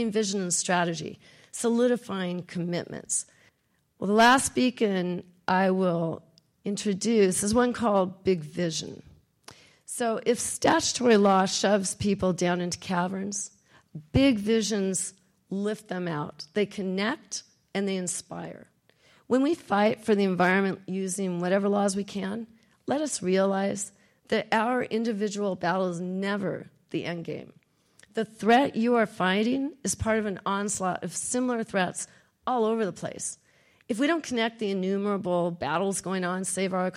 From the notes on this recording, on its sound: Recorded at the University of Oregon.